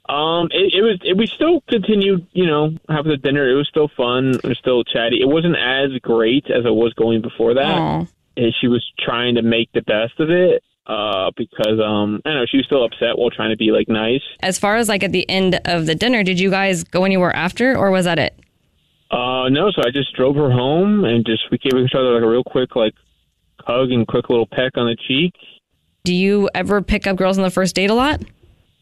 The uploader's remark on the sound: We get that other person on the phone